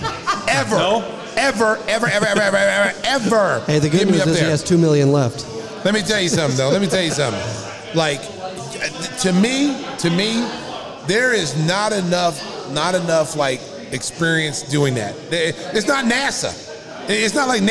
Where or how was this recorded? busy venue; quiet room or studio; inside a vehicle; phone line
busy venue